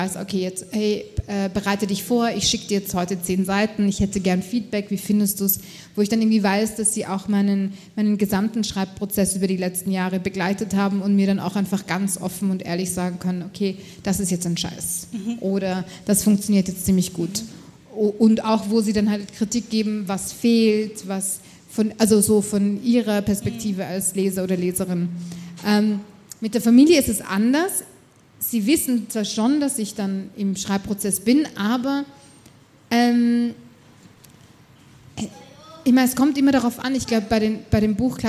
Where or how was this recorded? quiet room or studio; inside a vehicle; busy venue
busy venue